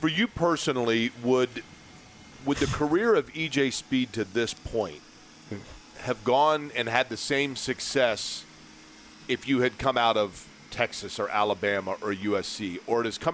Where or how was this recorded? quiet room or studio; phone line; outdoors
outdoors